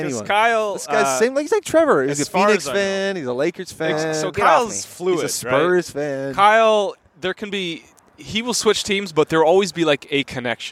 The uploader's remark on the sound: Live from another Greenfields bench